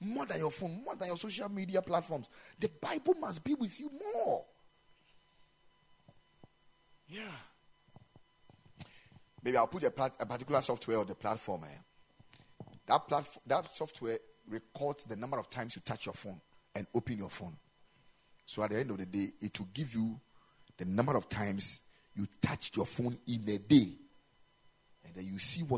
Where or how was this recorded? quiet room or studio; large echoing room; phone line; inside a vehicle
large echoing room